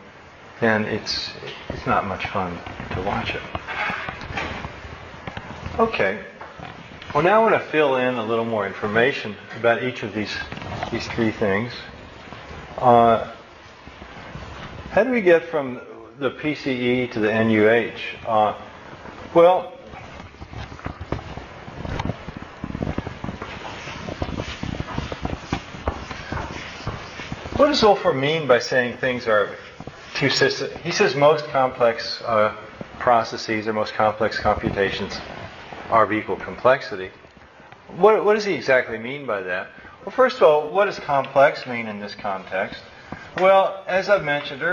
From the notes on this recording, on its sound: My final lecture in my Philosophy and Computers class at SJSU in Fall, 2005.